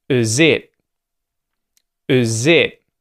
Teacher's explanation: turning the I in the word is into a schwa